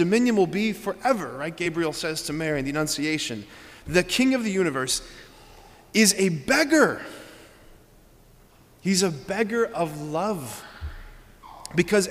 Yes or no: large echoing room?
yes